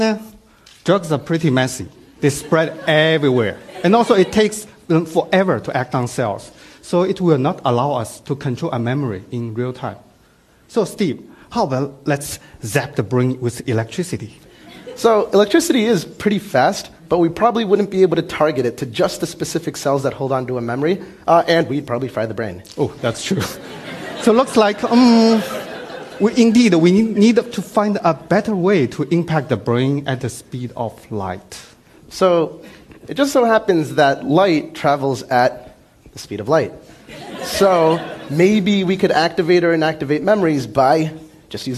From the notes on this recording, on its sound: Filmed at TEDxBoston